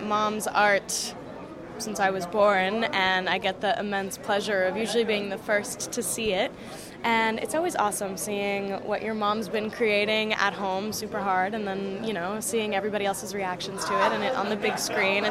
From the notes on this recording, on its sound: We take you to the red carpet of the Harlem International Film Festival 2023. On this episode we take you to the red carpet of the Harlem International Film Festival 2023.